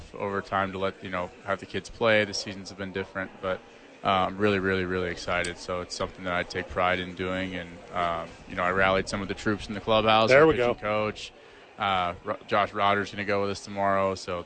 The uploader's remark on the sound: live from Isotope Park